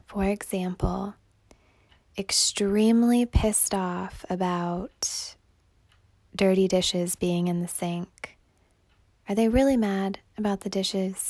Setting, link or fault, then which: fault, phone or laptop microphone